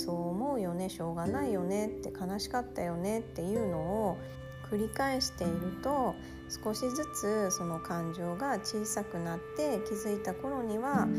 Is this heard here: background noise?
yes